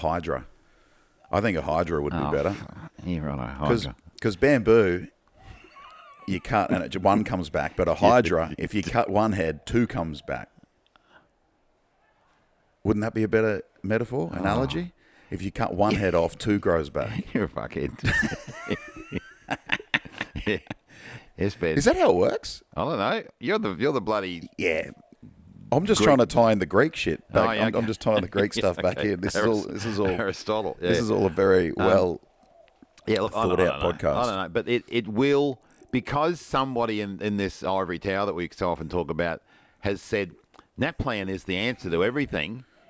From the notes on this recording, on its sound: This week the boys are both in QLD and podcasting from the outside deck (sorry about the pigeon.)